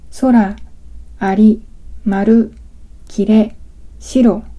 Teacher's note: 素です。この音素には、異音が4つあって、そのうちの1つは、日本語で母音の後に出てくるラリルレロ。例えば、空、あり、丸、きれ、白という時のラリルレロの子音と同じで、舌の先に力を入れずに、上顎の内側の歯茎を弾く音です